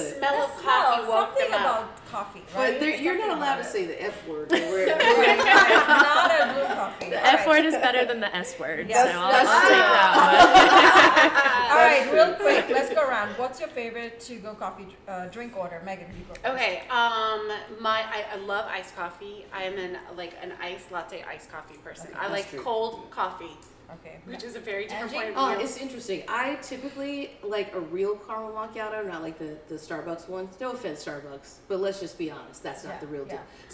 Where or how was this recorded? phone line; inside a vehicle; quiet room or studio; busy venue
busy venue